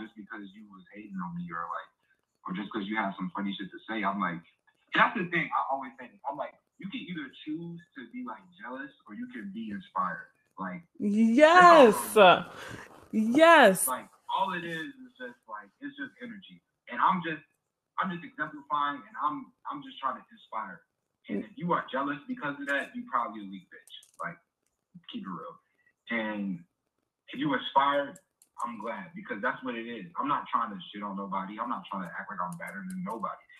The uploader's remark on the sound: My mic is cheeks.